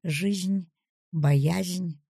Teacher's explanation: Смягченное звучание «с» и «з» еще остается и придает особое мягкое звучание таким словам, как «жизнь», «боязнь».